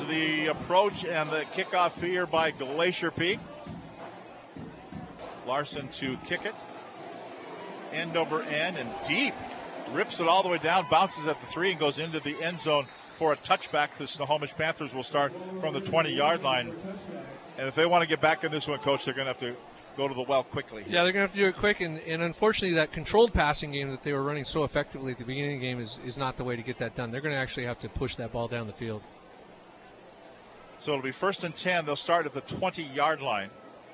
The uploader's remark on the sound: live from Veterans Memorial Stadium in Snohomish